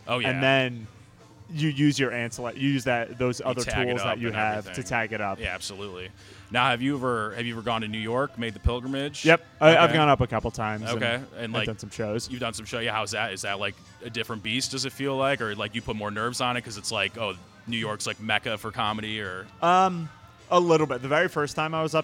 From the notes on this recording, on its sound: Recorded outside the comedy open mic at Wits End Saloon.